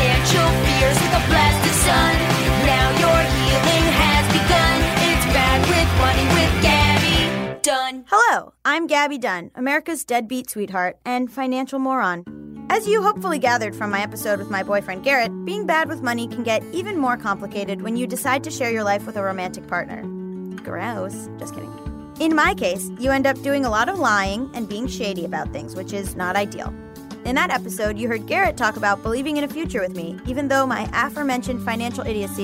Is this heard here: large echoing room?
no